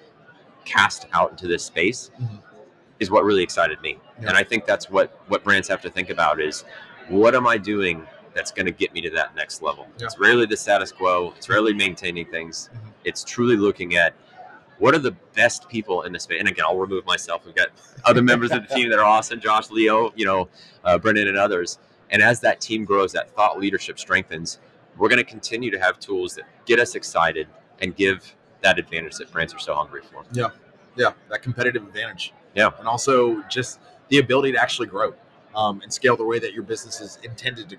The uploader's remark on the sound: Live at Prosper 2022